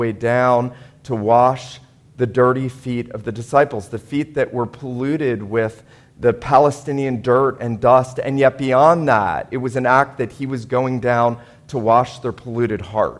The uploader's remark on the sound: This was a Maundy Thursday sermon preached at Wayside PCA on Signal Mountain, TN.